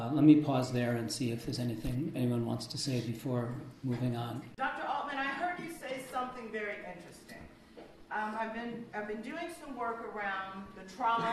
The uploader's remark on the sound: This lecture was an interactive dialogue